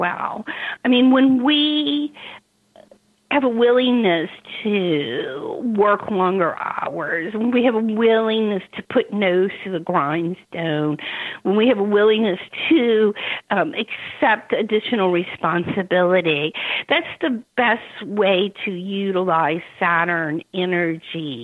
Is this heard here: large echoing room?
no